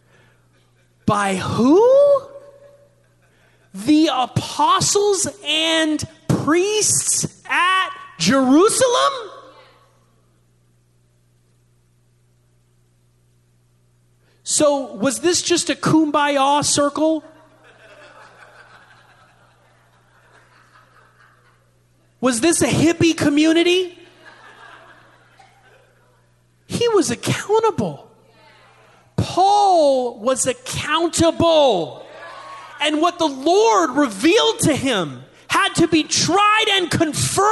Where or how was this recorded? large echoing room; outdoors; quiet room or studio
large echoing room